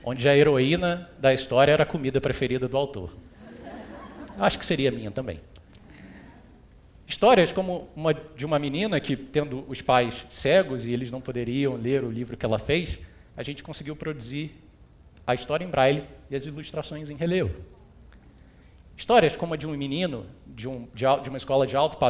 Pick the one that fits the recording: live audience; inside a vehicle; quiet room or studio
live audience